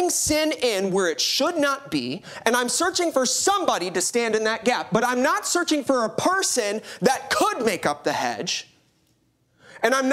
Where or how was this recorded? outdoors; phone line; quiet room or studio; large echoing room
large echoing room